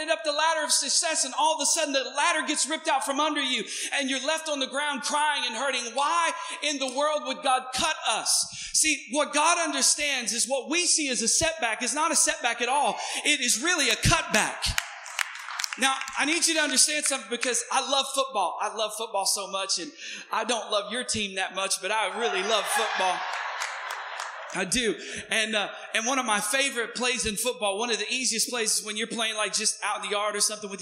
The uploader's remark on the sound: Recorded on 2016-06-19 at the 08:30 Service.